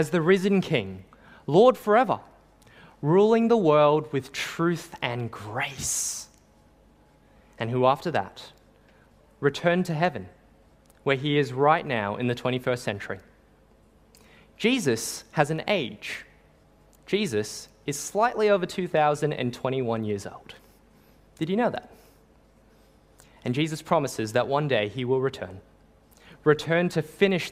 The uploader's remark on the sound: Sermon preached on 24 December 2021 at St. Paul's Anglican Church.